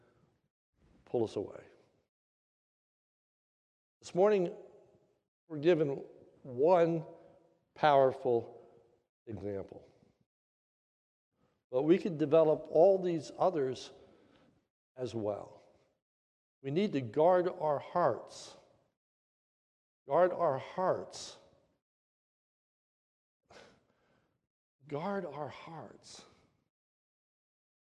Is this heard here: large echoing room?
yes